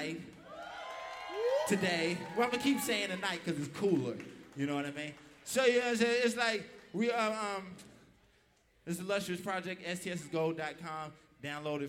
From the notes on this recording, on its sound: This is a live concert recording